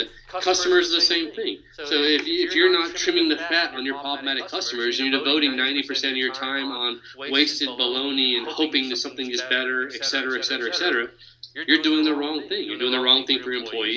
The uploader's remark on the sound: it is unfortunate that it contains an echo